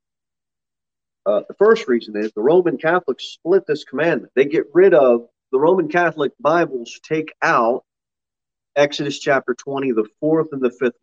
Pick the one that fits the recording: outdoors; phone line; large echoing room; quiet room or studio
large echoing room